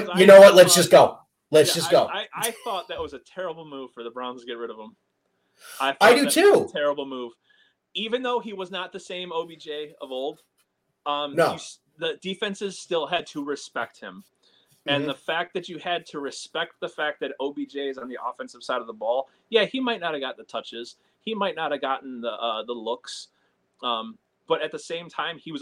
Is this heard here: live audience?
no